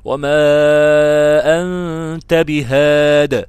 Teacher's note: بالتسكين المحض بقلقلة حرف الدال من غير ما كسر أو ياء لأنها محذوفة في الرسم.